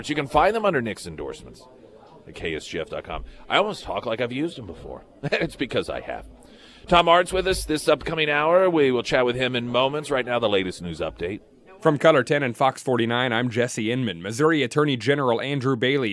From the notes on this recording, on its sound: live at Scramblers Diner.